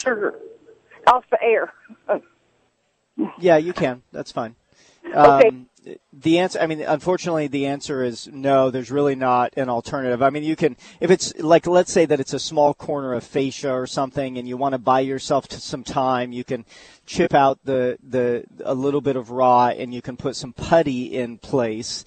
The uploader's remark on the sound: live at the Home & Patio show down at the Prime Osborn Convention Center